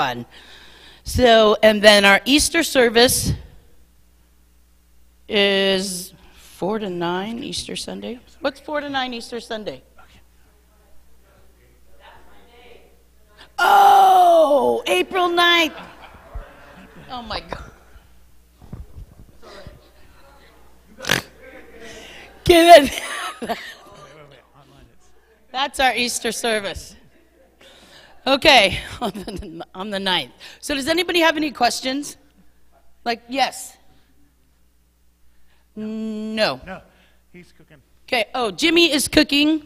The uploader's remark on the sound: Mt. Zion Church Live!